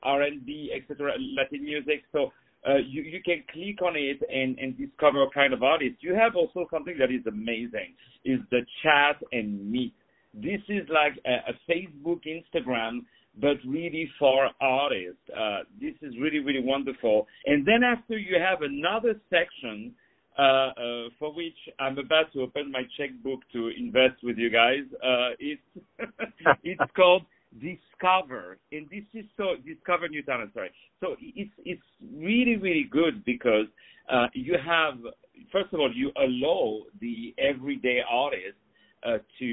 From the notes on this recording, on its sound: On the phone